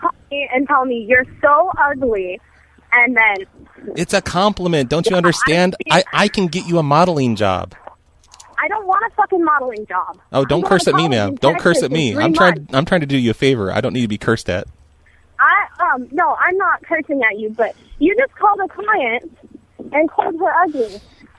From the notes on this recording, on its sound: Prank Phone Calls Collection